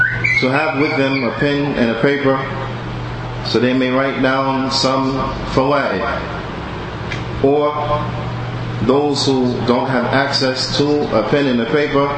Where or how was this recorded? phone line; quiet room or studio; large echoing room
large echoing room